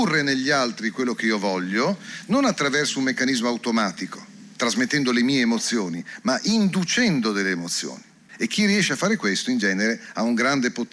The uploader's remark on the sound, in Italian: Speciale dal festival della lingua italiana di Lecco